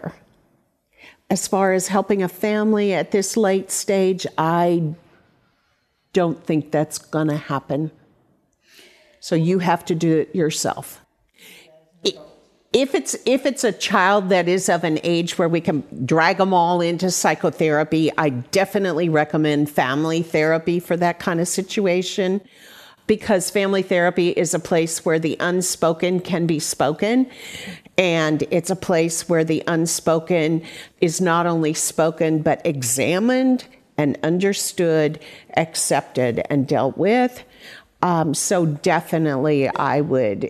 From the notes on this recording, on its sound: Q&A from the audience